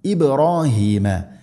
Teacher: ബാ സുക്കൂൻ ഖൽഖല ചെയ്യണം, ശരിക്കും കേൾക്കണം